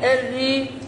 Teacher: را مشدده بالكسر مع مد بالياء مع ترقيق الراء